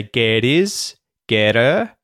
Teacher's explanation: it happens with his and her because we delete the H. We don't say the H. · Term: H deletion